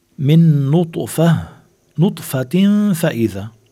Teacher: هذا الحكم اسمه إدغام، إدغام مع غنة، وفينا نسميه كمان إدغام المتماثلين لأنه نون وراها نون، نفس الحرفين. من نطفة، نطفة فإذا، تنوين وبعده فاء إخفاء